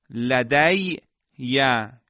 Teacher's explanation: یا ساکنه ما قبل مفتوح یعنی یا لین همین حکم داره، در مثل خودش ادغام میشه. مثل لدی یا که معمولا این ادغام به صورت انجام شده و ادغام شده در قرآن اتفاق افتاده.